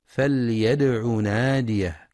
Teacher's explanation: ينتبه القارئ لإظهار اللام لام الأمر في فليدع ولقلقلة الدال الساكنة مع الحذر من مد ضم العين، فلا يقرأ فليدع لأن الفعل مجزوم بحذف حرف العلة.